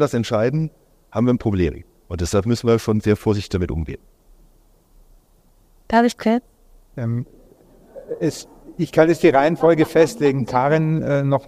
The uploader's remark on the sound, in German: Podiumsdiskussion am Sommerfest